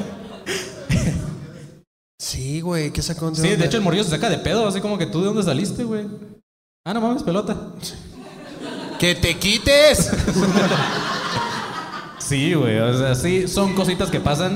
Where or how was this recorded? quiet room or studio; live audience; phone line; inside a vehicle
live audience